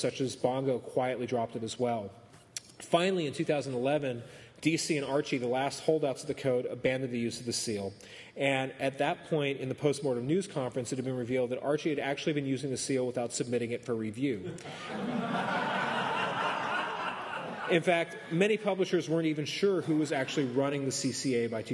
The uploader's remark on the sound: Presents the History of the Comics Code Authority before a live audience at Wondercon 2014, in Anaheim California.